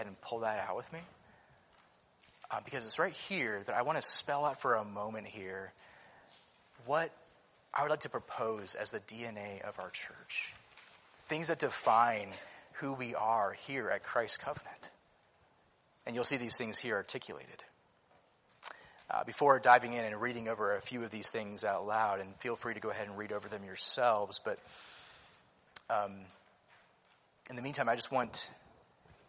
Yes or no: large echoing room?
yes